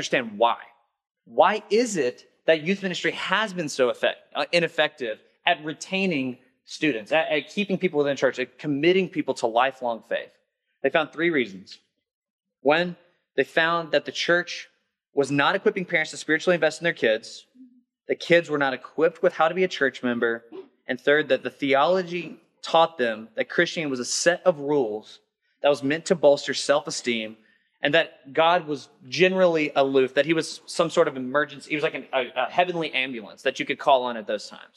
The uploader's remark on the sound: workshop at the 2021 Rooted Conference